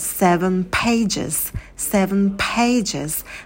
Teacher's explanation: На звуке «п» добавляем придыхание.